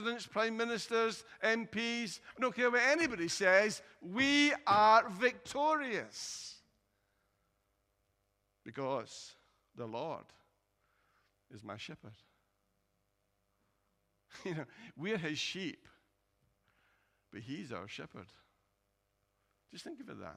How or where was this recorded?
large echoing room